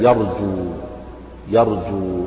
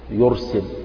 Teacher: نعم راء ساكنة بعد ضم يرسل مثلا، فالراء الساكنة بعد فتح والساكنة بعد ضم كلاهما مفخم، سواء ساكنة في الوصل أو في الوقف، أو يعني سواء وقفت عليها فسكنت لأجل الوقف أو هي ساكنة في حالة الوصل، الحكم واحد، يعني الساكنة بعد فتح أو ضم تفخم.